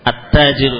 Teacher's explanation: Ya, jadi At-Tajiru dibaca bukan Al-Tajiru, At-Tajiru. At-Tajiru dan As-Sariru. Lamnya tidak dibaca.